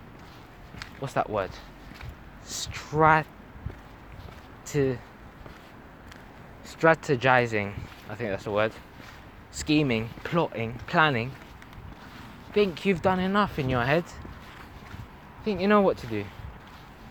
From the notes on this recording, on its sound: I was on a walk at night and decided to speak my thoughts out loud and press record. Apologies for the bad quality.